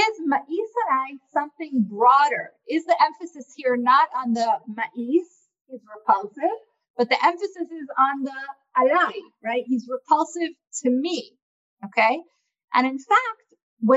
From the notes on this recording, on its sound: This audio was originally captured from Zoom.